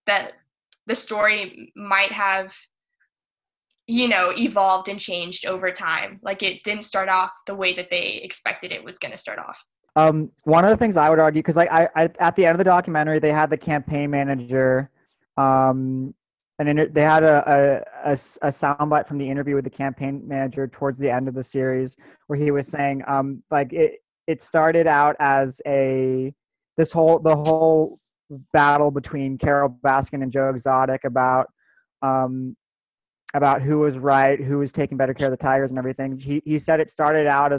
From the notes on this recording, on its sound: Four of our audio staffers get together over Zoom